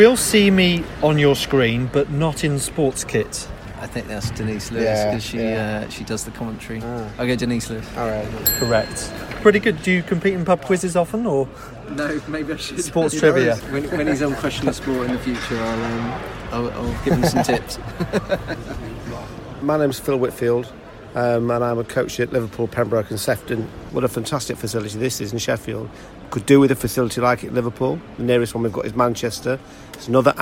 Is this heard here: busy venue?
yes